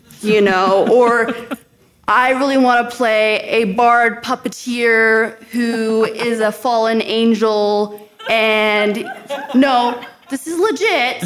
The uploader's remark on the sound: This episode was recorded live at LTUE